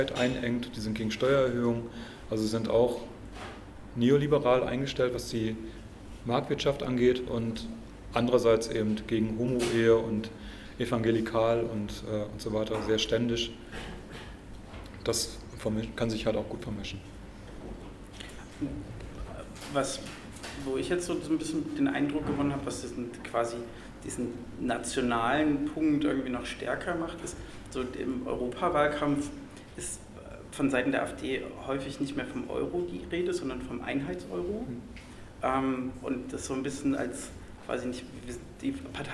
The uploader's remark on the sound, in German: Veranstaltung zur Alternative für Deutschland. Im Mitschnitt der Veranstaltung.